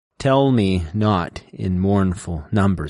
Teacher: You have the trochee, which is stressed, unstressed.